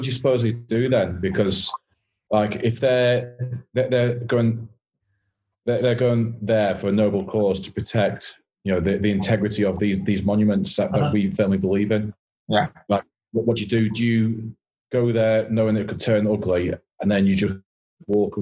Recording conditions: video call